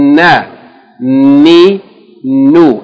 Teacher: Again, I said Noon is articulation point. It is pronounced from the tip of the tongue, touching the inside gums of the upper front teeth.